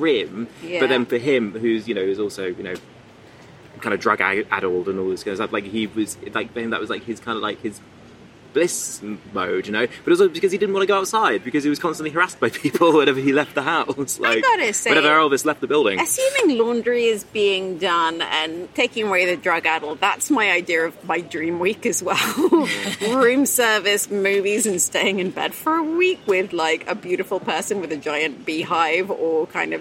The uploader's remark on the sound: We’ll be discussing some of the most talked about titles from this year’s Venice Film Festival straight from the Lido.